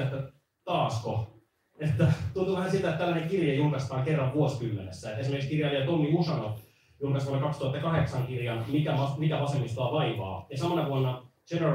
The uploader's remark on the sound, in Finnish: LIVE! Tämä jakso on nauhoitettu liveyleisön edessä Helsingin keskustakirjasto Oodissa perjantaina 20.1.2023.